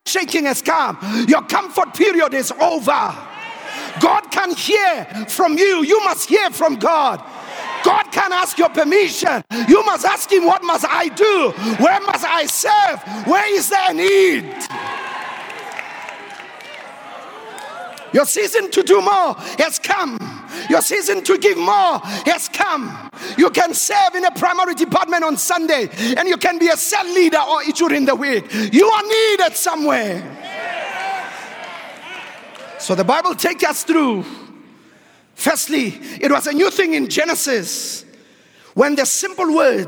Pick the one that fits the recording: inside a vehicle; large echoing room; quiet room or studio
large echoing room